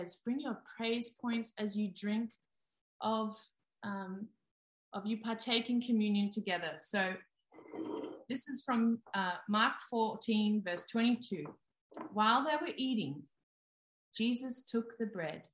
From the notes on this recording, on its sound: ZOOM Church sessions